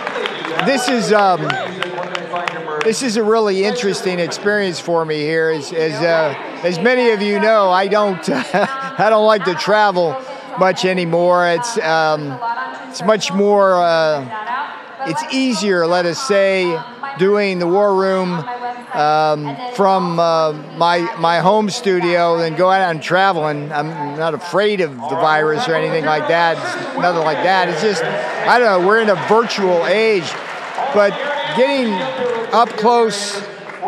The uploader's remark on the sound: Live From ReAwaken America Tour